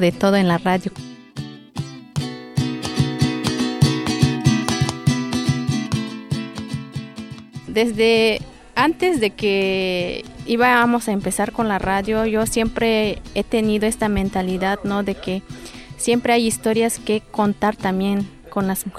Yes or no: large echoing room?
no